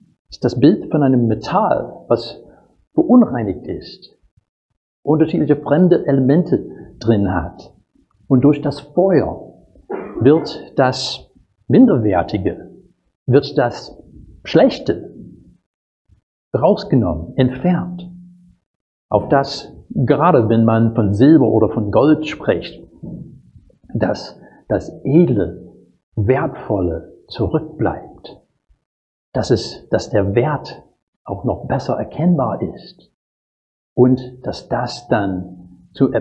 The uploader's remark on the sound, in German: Predigt aus dem Gottesdienst